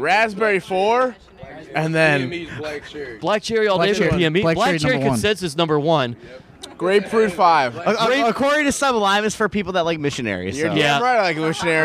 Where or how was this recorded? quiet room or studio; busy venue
busy venue